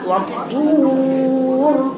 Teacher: الطاء مفخمه والراء مفخمه والواو المديه غير مفخمه يبقى بنقراها وطور وغور واو رقيقة وبعدين راء مفخمة.